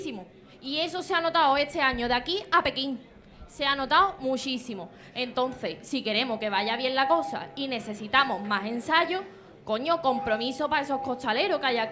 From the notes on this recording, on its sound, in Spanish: Semana Santa 2023 en Chiclana realizado en directo desde laTasca el 22.